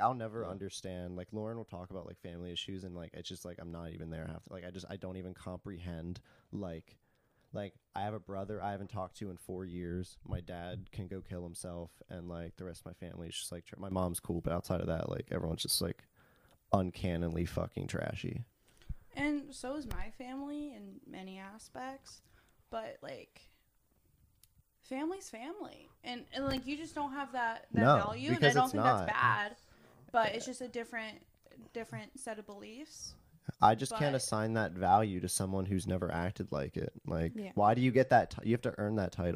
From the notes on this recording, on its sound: please bare with us on the audio quality as we are still learning our new equipment